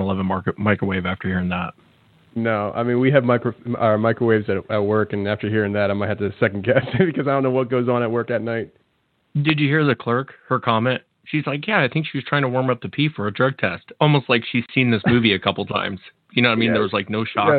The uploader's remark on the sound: Call In Show.